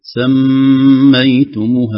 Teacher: ميم مشددة فيها غنة